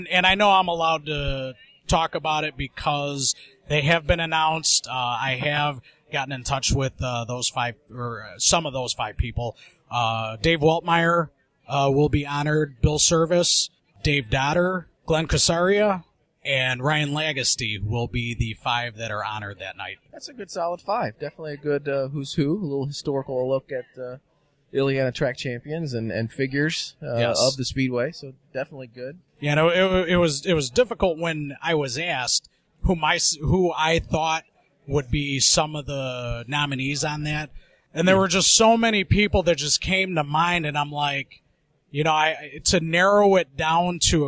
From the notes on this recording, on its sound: On this special edition of the Illiana Stock Car Radio Podcast, the guys record on location from the Chicagoland Racing Memorabilia and Collectibles show that was held at the Will County Fair Grounds in Peotone, IL.